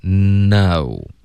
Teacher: 比如 no 的这个呢的音，你的舌尖会顶着上颚